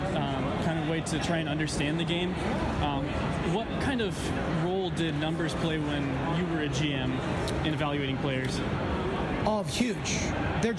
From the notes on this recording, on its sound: MLB Winter Meetings LIVE From San Diego